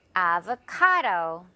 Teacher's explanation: 카 부분에 강하게요. 강하게도 하고 길게 좀 끌어도 주세요.